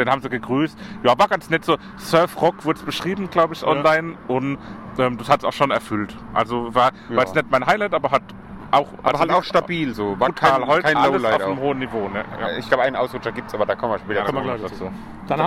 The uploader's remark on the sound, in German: Maifeld Derby Festival. Wir berichten erneut mit einer Folge direkt vom Festival!